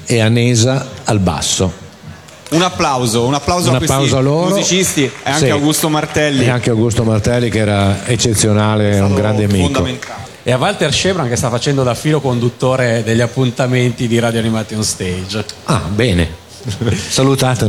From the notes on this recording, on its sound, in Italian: Dal palco centrale di Lucca Comics & Games 2018